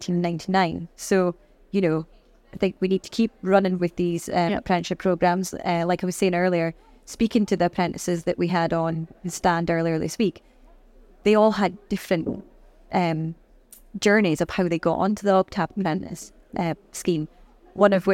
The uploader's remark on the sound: Recorded live at Offshore Europe 2023